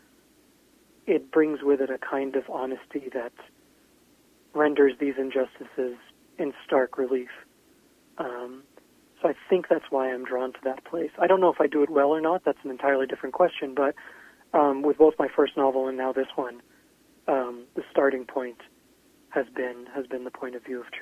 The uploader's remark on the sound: called in from his home in Portland, Oregon.